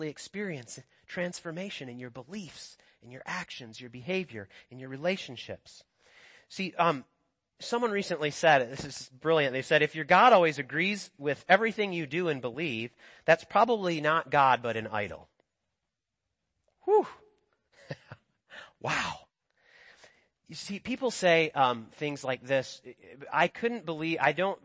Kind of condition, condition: setting, large echoing room